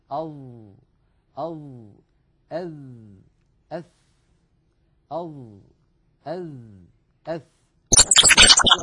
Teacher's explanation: الضاء والذال والثاء تخرج يا إخوة من منتهى طرف اللسان مع أطراف الثنايا العليا نضع طرف لساننا على طرف أسناننا العليا هذان الثنيتان اللتان في